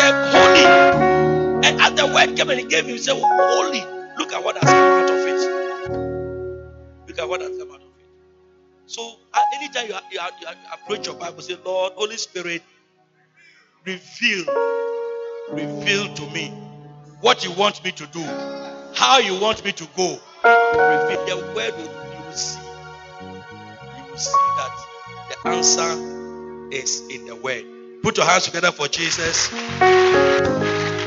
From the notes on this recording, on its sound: He Gave Gifts Unto Men Convention. Preached at the Good Shepherd Cathedral, Loyalty House International, Tema-Community 22.